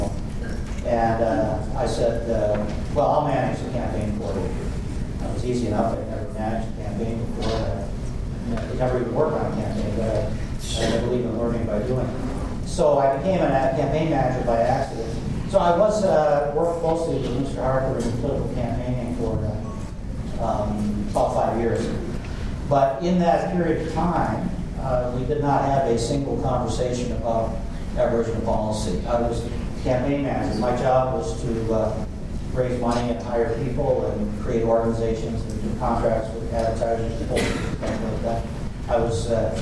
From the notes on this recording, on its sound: Audio of this speech is available courtesy of an audience member